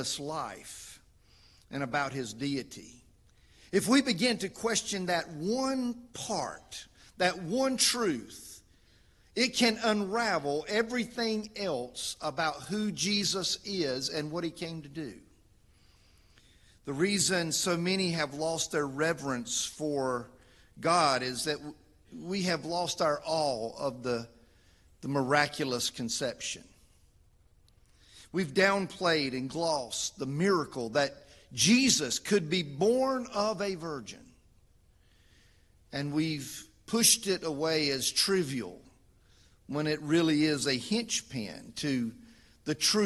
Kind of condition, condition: setting, large echoing room